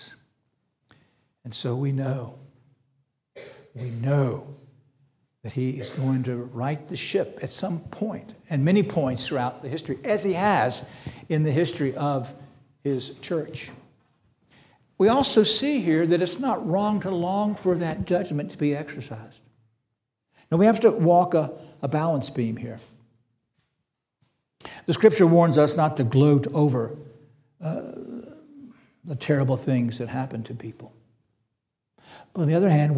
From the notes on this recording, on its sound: This sermon was preached on April 2, 2023 at Antioch Presbyterian Church, a mission work of Calvary Presbytery of the Presbyterian Church in America located in Woodruff, South Carolina.